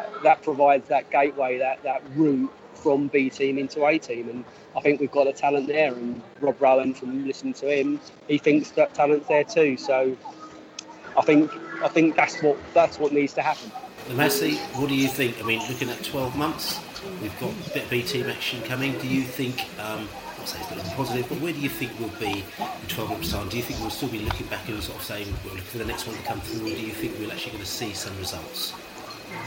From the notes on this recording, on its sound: at the B team match against QPR at their training ground in Harlington